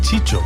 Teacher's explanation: muchas veces el sonido C o S pasa a ser Che, como en Chicho, a partir de Narciso, o Chisco, derivado de Francisco.